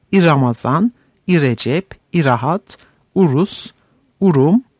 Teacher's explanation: Türkçenin kelime başında R'yi sevmemesi yüzünden halk dilinde R ile başlayan yabancı asıllı kelimelerin başına bir vokal getirilir.